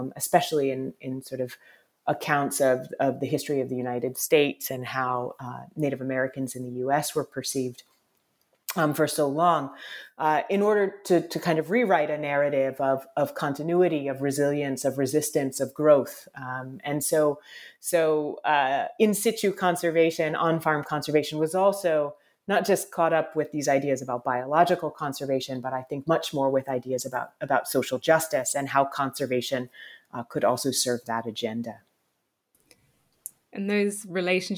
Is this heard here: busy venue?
no